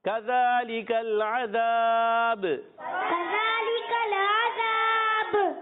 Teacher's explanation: اور عین ادا ہوتا ہے الگ کے درمیان والے حصے سے، عذابو کی بجائے یہاں پر وقف کریں گے تو عذاب، با میں قلقلہ ہوگا، با ساکن ہو جائے گا